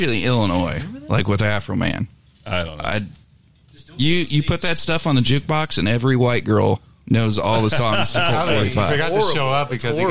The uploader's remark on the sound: Live from Pop's